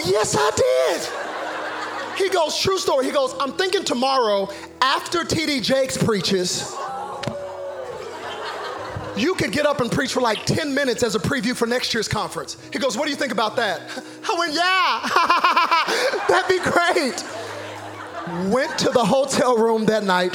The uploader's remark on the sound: Zoe Church LA. Live from El Rey Theater.